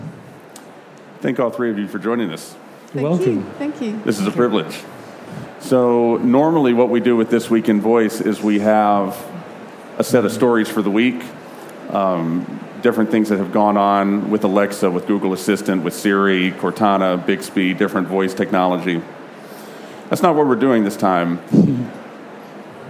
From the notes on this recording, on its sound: Recorded in front of a live audience at the 2019 London Book Fair.